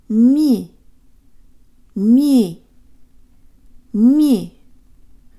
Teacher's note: There's almost a hint of a Y sound in the M.